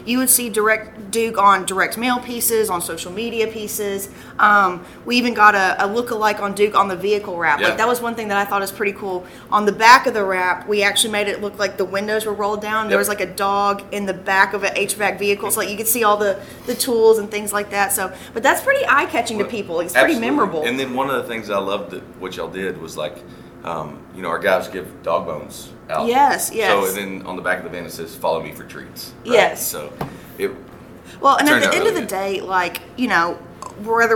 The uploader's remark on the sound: We are live from Service Nation's International Roundtable in Nashville, TN.